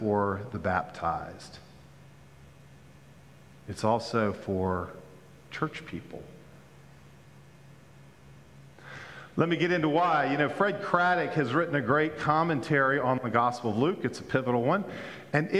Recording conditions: large echoing room